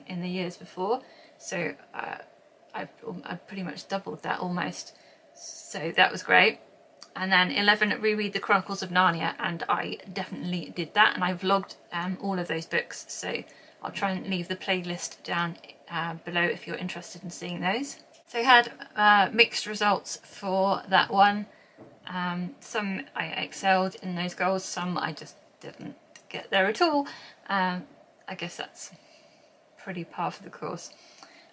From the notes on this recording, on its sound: Apologies if you can hear any background noise. I’m still learning how to use the camera!